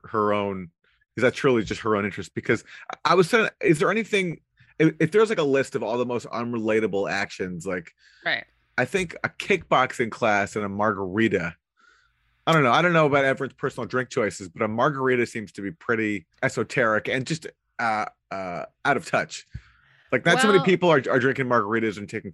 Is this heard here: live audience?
no